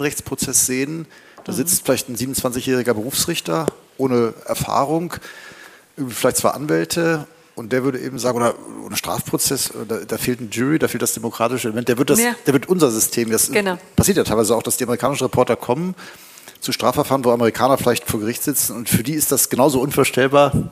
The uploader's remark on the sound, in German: Live aus der Ludwig-Maximilians-Universität in München. Vor rund Hundert LMU-Studierenden.